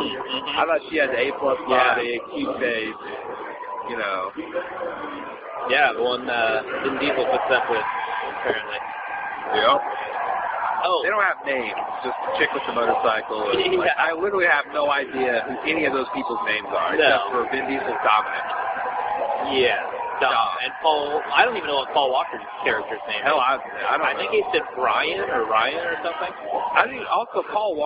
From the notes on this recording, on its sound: The audio quality is a little off since we recorded this on my blackberry sitting on a table during game four of the Bulls/ATL playoff series, but it's easy to understand.